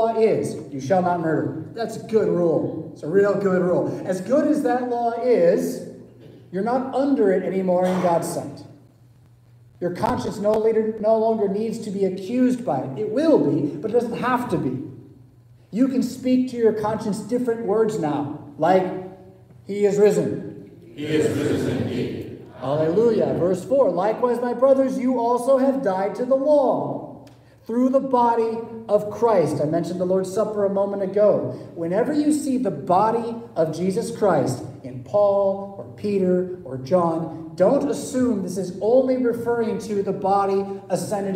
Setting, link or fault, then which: setting, large echoing room